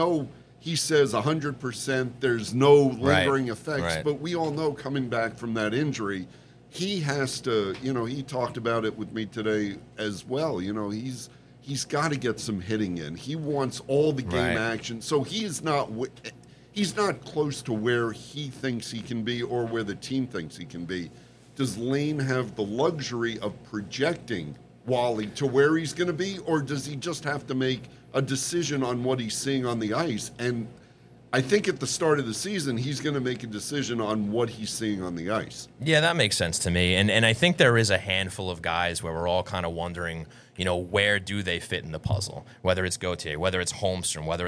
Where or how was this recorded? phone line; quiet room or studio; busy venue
busy venue